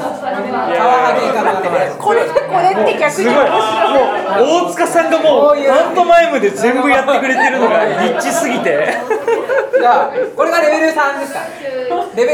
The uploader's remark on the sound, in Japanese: 実録！魚食系忘年会2023〜世界初！？ホタテの殻剥き実演音声入り〜